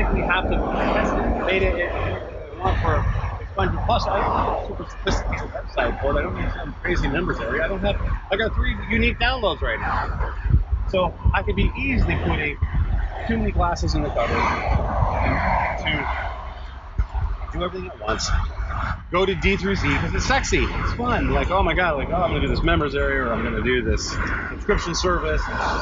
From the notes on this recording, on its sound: Bad sound.